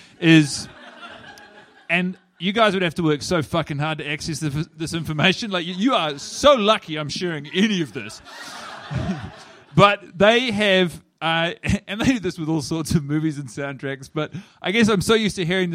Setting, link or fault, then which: setting, live audience